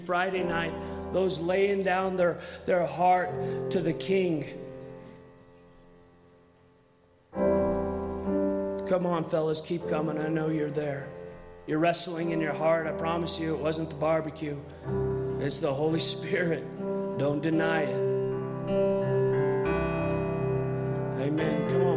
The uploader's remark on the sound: from the 2022 Southwest Men's Conference